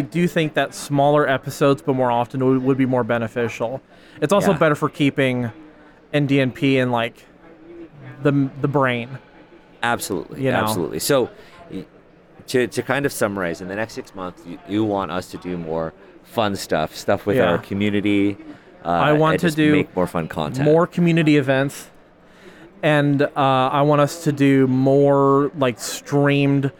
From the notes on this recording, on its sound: Live from Big Bad Con 2023. Enjoy this collection of live interviews. In San Francisco!